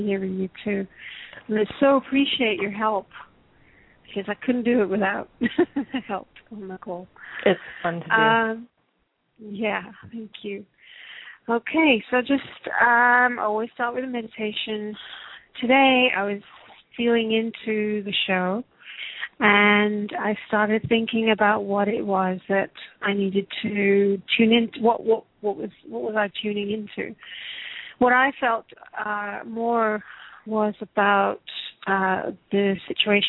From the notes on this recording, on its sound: Takes your calls for healing live today!